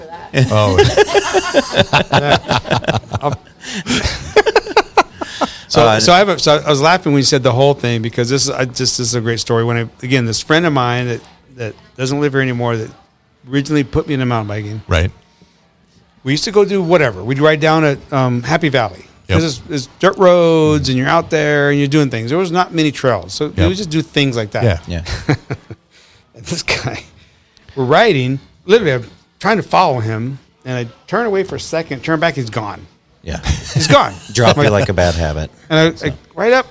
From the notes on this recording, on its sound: Recorded onsite at the brewery